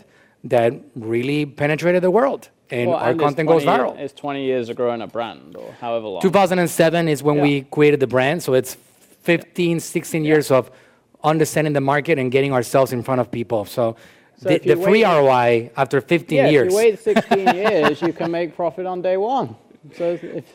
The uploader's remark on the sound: Joins us at our HQ in Largo, FL for a live workshop in this episode.